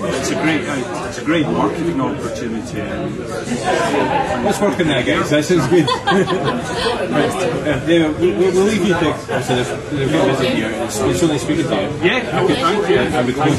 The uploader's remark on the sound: We had the pleasure of being invited to the Froth & Flame Edinburgh to drink beer. Our trip to Edinburgh. We had the pleasure of being invited to the Froth & Flame Edinburgh to drink beer.